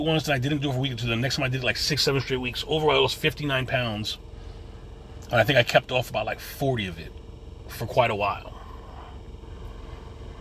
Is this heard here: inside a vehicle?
yes